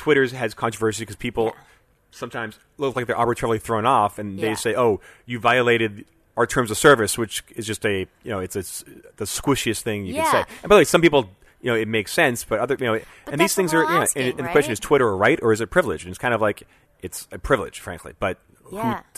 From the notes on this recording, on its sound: recorded at WebSummit in Portugal